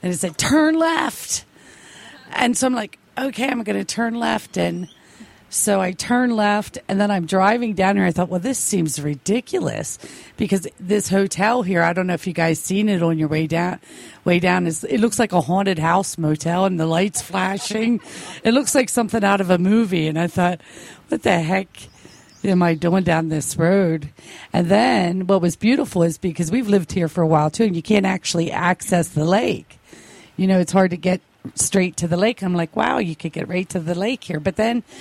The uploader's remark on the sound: Recorded at the "Tahawi" event venue in Ajijic, Jalisco, Mexico on the 26th of May, 2018 during the Quantum Immersion ~ Into the Light Retreat.